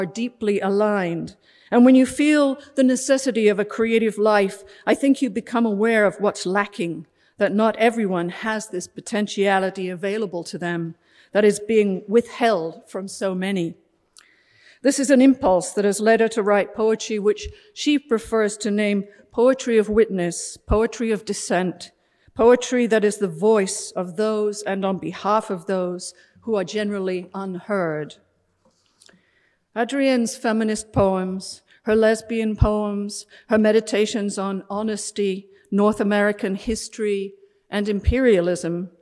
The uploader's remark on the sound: In this event from 2006. With a Portland audience.